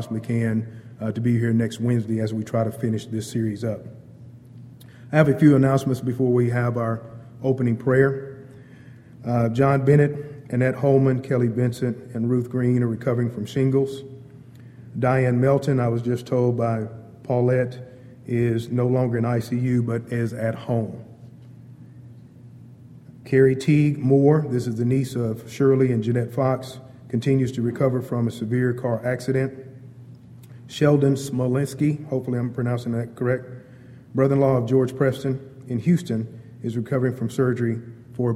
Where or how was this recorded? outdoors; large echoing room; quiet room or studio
large echoing room